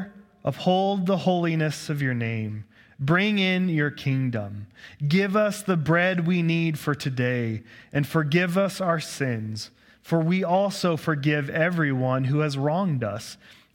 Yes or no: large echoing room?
yes